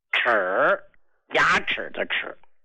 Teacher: 念这个字的时候，一定是齿音，牙齿发的音。